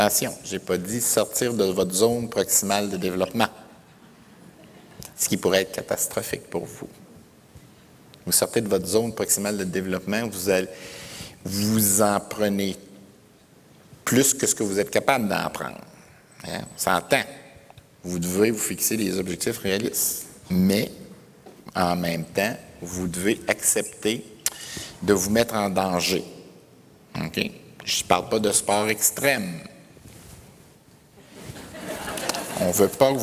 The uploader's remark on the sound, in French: Conférence de clôture du colloque 2012 de l'AQPC, à Gatineau.